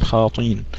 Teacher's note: خاطئين فيها همزة مكسورة وبعدها ياء، أيضا حذف الهمزة، بدل أن يقول خاطئين قال خاطين.